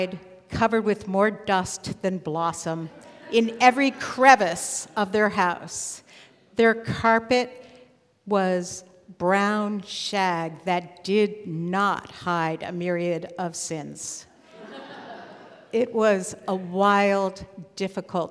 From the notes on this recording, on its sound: live at Nordia House in Portland, OR Portland Story Theater